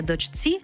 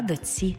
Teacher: Пишемо «чці», а вимовляємо «ці». · Shown in: second take